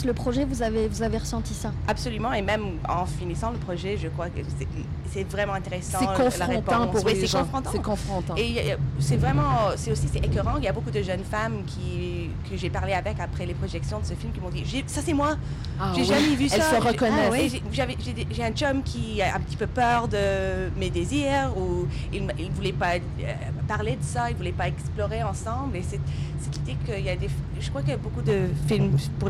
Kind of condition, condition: setting, inside a vehicle